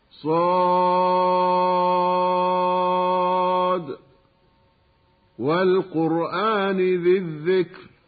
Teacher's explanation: وفي أول سورة صاد نجد من أحكام التلاوة مد الصاد بمقدار 6 حركات، ويسمى مدها مدا لازما حرفيا مخففا